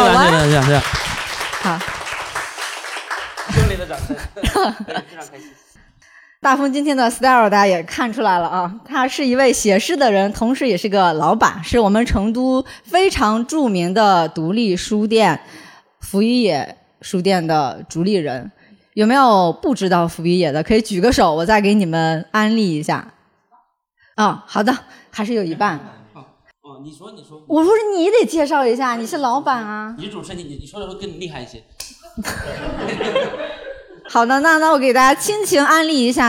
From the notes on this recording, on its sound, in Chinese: 这期节目是6月18号寻麓书馆开垦文化日其中一场线下活动剪辑